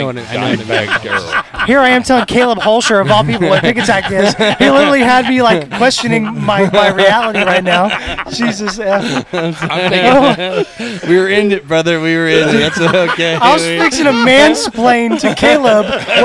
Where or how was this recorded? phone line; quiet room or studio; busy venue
busy venue